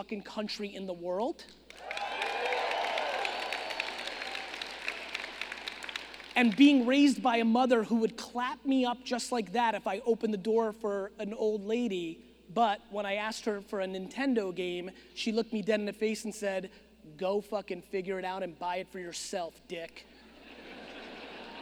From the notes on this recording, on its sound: Phoenix Keynote. Fired up for this keynote I did a few months ago in Phoenix, Arizona. This was a big keynote.